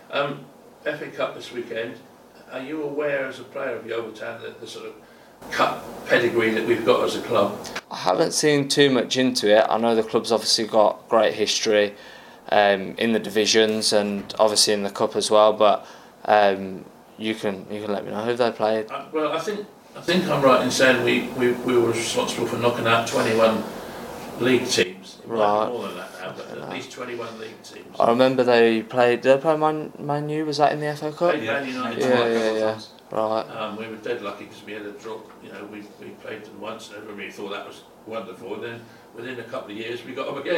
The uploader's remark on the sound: The Managers Press Conference from Huish Park.